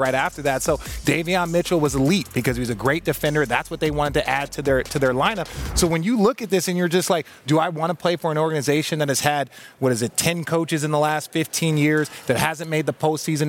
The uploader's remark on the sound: Live from the Draft